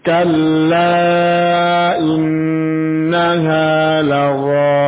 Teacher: Kalla itu adalah idgham bila gunna. Dia idgham tapi tanpa gunna. Sehingga tidak boleh kita tahan.